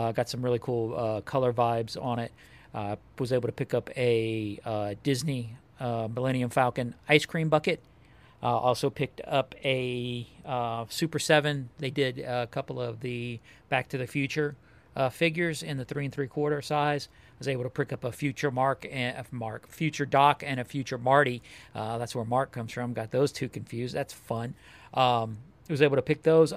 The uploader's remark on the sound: Live from the Toy swap. Goes live from the local toy swap this week.